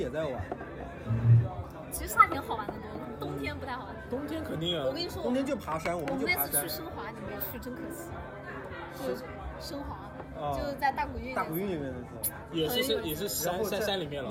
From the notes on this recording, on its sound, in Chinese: 声音嘈杂，喝酒分享